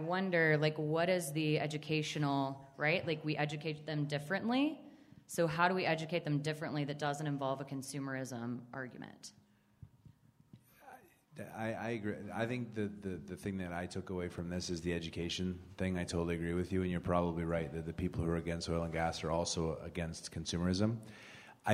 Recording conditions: busy venue